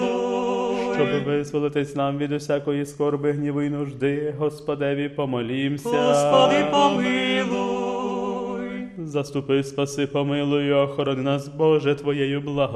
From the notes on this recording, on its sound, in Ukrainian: Співали студенти-богослови Папської Української Колегії святого Йосафата. Пропонуємо вашій увазі звукозапис цієї Святої Літургії.